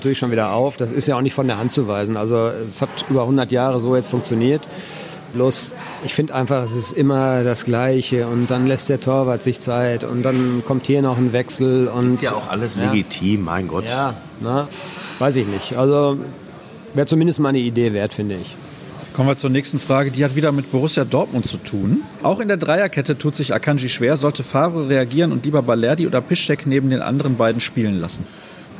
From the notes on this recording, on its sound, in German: Premiere als Ort der Aufnahme durfte das Backhaus Grobe feiern.